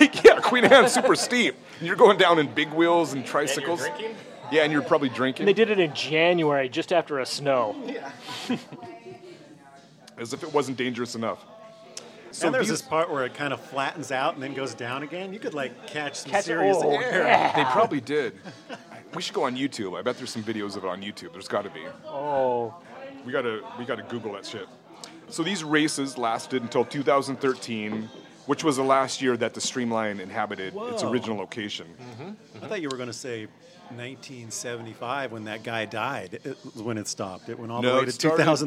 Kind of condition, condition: setting, busy venue